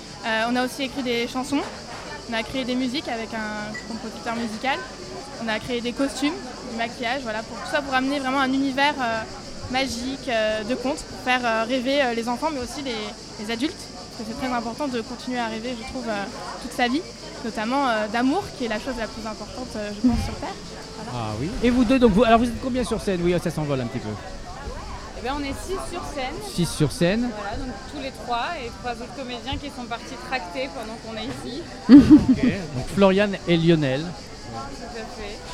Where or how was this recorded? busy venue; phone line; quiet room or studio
busy venue